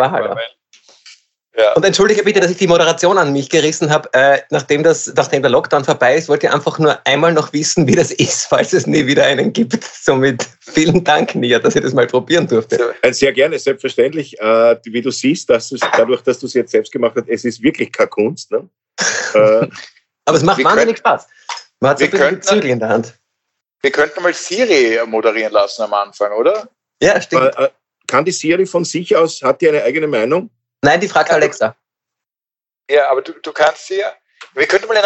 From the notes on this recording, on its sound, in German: Bei unserem nächtlichen Austausch. Indem sie einander via Skype am Abend beim Reden zusehen.